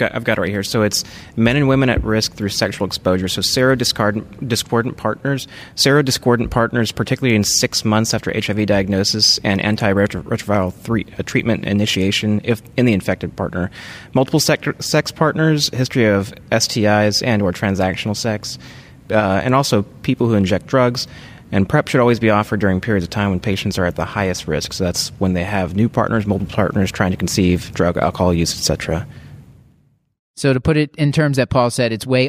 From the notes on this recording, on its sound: from day 1 of ACP 2018 live in New Orleans